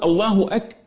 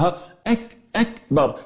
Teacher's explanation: الكاف فيها شدة وفي نفس الوقت فيها همس، يعني حبس صوت وجريان نفس. الحكم زي ما تقول الله أكبر، يبقى فيه حبس وبعدين فيها جريان، حبس الصوت وبعدين جريان نفس، ها أكبر الجماعة اللي بأزق، ها أكبر هكذا.